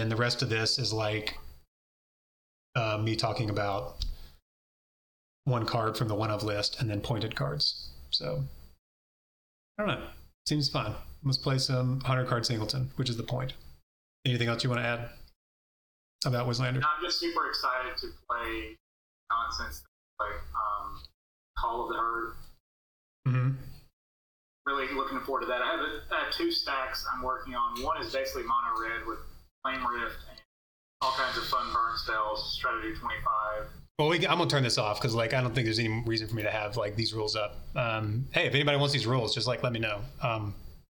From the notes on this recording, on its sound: The audio quality is terrible